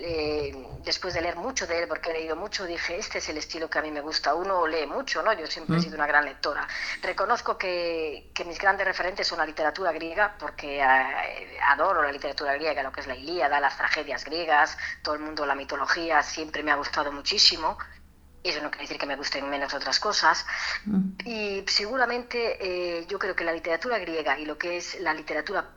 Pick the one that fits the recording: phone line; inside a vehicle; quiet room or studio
phone line